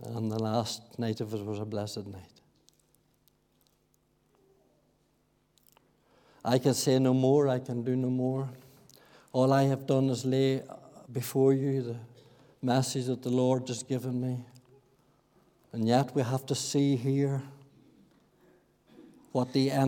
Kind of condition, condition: setting, large echoing room